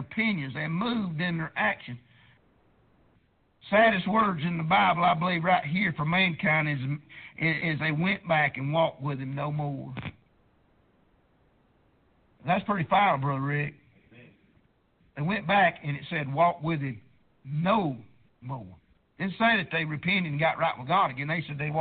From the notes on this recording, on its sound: Preached at prayer Baptist Church